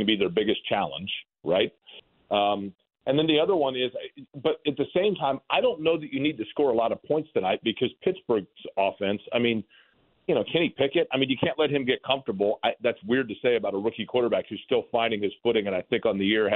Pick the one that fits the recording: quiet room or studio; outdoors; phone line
phone line